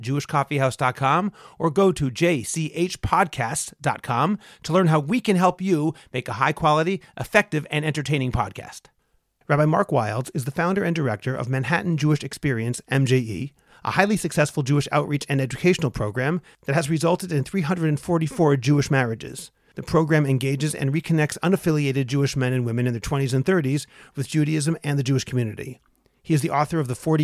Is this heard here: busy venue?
no